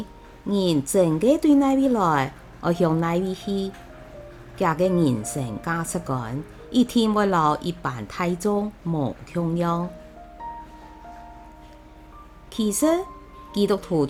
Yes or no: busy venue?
no